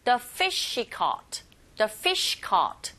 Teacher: 더하고 she는 기능어. 근데 이때 fish의 sh 이 소리와 뒤에 sh 또 겹자음이네요. 이럴 경우에 첫 번째 겹자음 탈락. 그래서 the fish caught 이렇게 들리게 되죠. the fish she caught로 들리지 않고 발음도 굉장히 버겁죠.